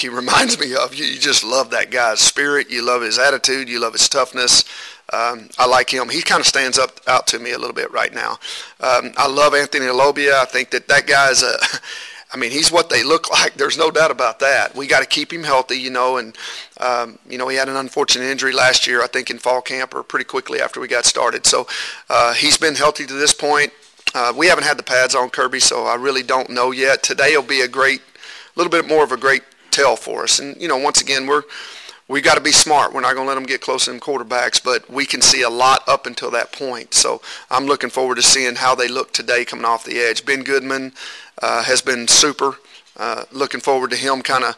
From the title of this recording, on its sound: Q&A from KU football media day (Press Conferences & Post-Game Interviews)